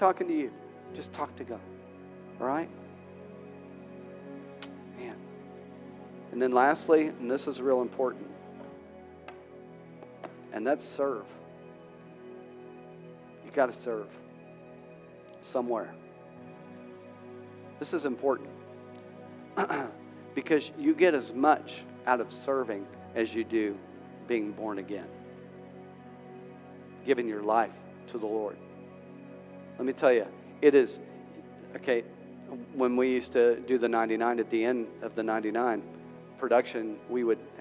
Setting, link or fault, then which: setting, large echoing room